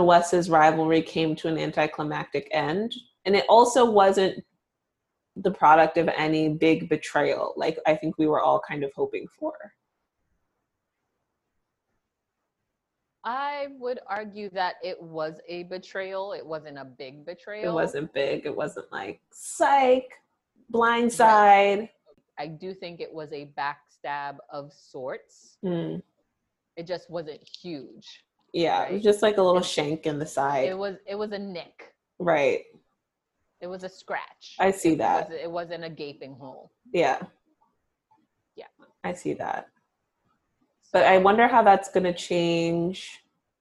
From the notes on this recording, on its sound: You'll only hear about a quarter of it though because technical difficulties abound!